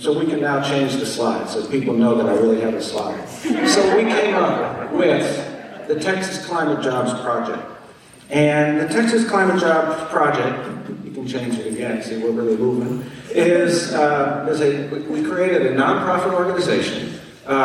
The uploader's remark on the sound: a captivating panel discussion from the 2022 Oregon AFL-CIO convention